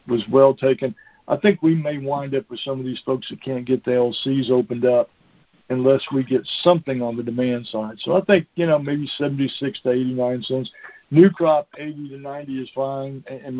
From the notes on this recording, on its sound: Monthly Cotton Conference Call